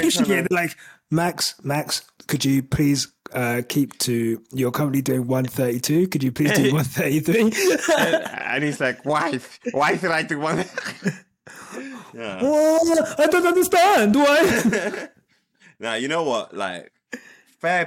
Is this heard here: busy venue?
no